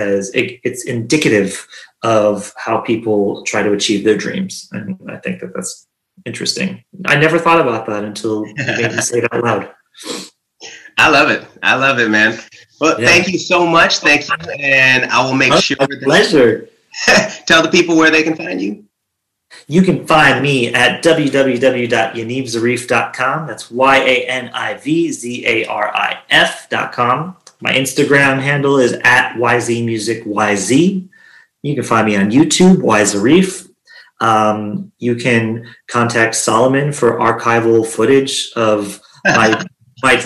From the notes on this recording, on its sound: On zoom